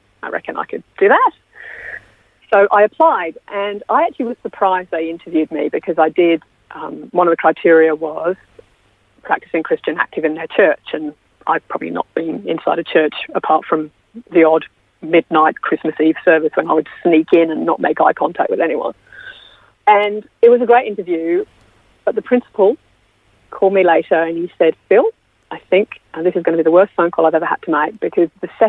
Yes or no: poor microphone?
no